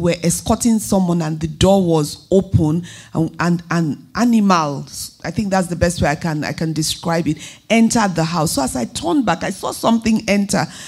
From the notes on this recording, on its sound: Question and Answer at the Light, Be conference in Vienna